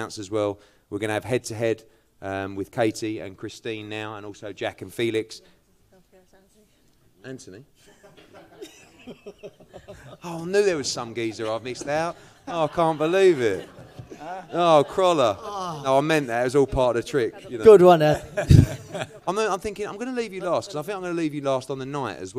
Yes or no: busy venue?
yes